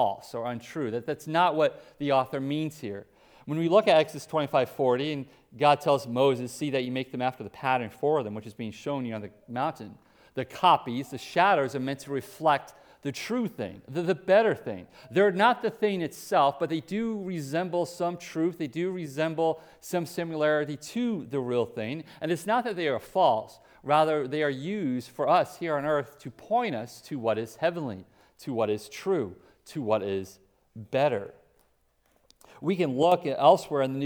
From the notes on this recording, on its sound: Preached at Hope Community Church, West Salem, WI